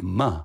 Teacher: which is just the buh sound, but muh, you're putting it through your nose